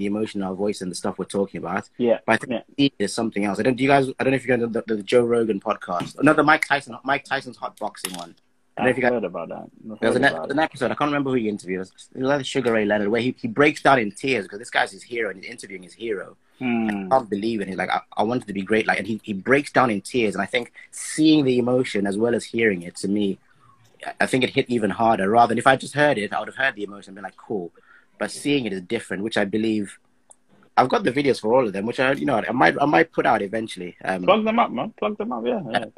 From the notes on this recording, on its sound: live on Instagram